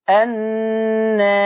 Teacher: فيترتب على تقليل الألف ترقيق الراء في الوقف النار، ما فخمش الراء وأنا بقلل الألف.